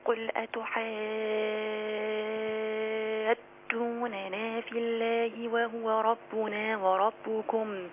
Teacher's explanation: الالف هنا ست حركات ده مد لازم